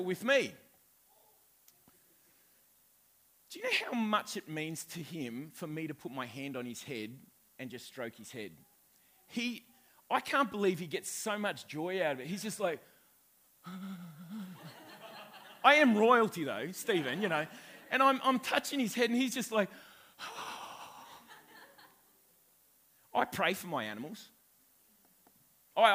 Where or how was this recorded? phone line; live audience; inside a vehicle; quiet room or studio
live audience